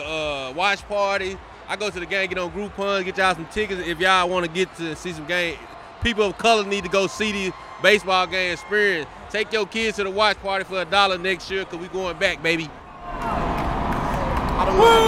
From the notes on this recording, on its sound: Capture the sounds Astros’ World Series championship parade. Fox 26's Live Coverage of the prade.